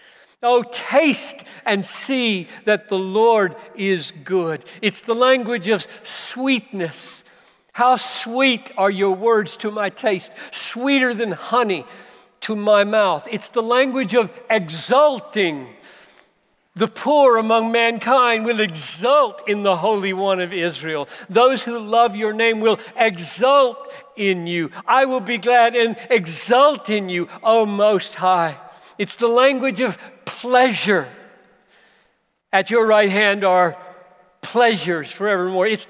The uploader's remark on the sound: preached this message at the Bethlehem 2019 Conference for Pastors + Church Leaders in Minneapolis